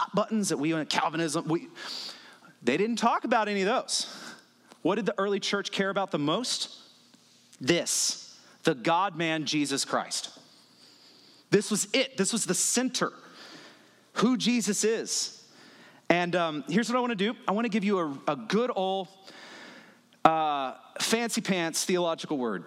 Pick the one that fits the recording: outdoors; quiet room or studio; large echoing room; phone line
large echoing room